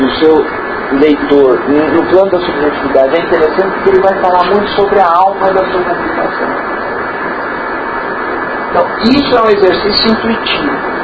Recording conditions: background noise